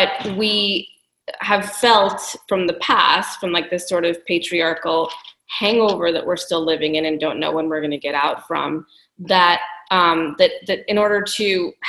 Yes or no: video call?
yes